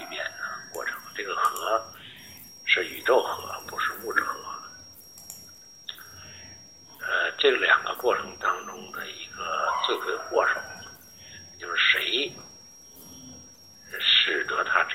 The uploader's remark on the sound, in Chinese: 语音有点轻，有杂音。